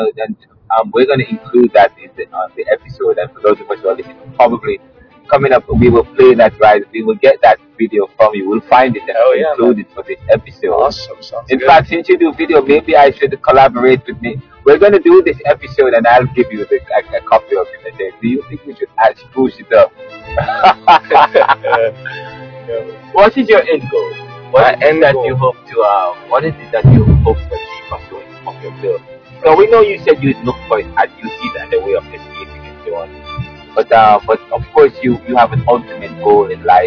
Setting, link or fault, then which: setting, inside a vehicle